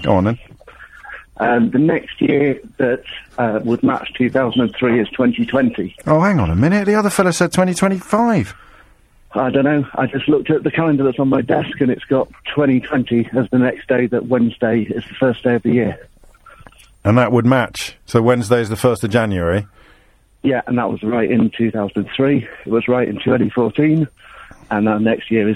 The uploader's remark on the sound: phone-in show